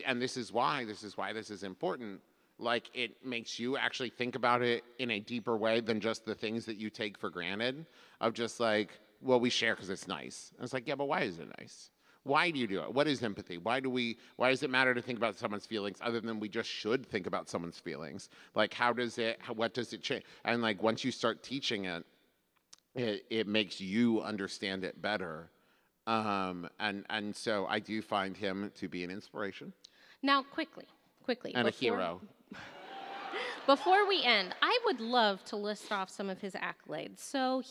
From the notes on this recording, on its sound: recorded LIVE in San Jose!